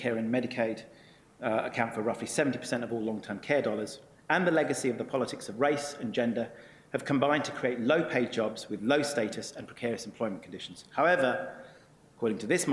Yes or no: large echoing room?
yes